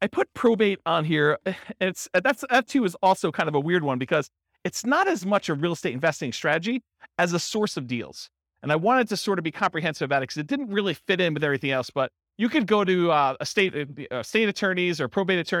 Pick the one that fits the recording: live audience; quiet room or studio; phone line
live audience